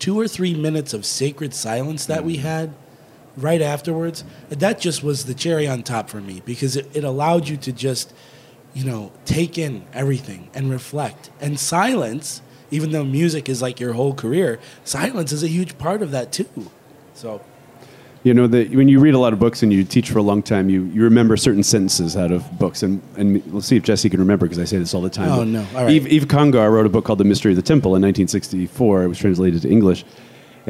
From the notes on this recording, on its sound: at the FOCUS SEEK19 conference